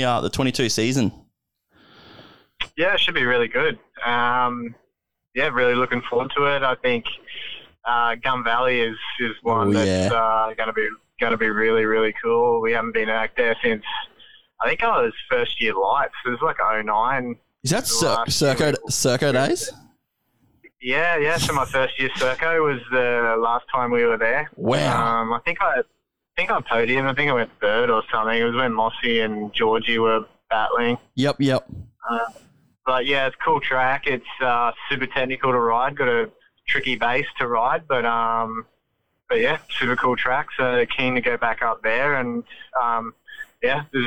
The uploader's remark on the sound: jumps on the phone